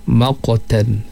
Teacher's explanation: qalqalah sedikit pantulan pada huruf qaf yang mati · Term: qalqalah sughra